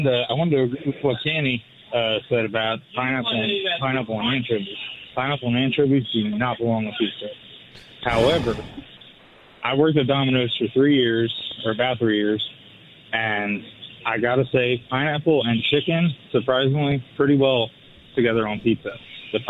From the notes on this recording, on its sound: open the phones